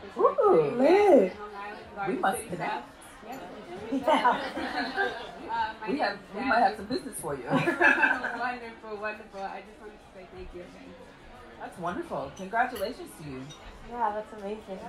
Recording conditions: background noise